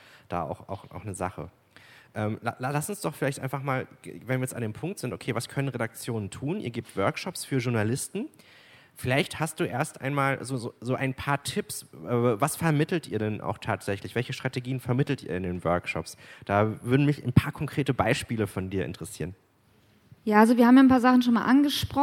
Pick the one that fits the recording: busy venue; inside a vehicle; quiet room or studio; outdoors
busy venue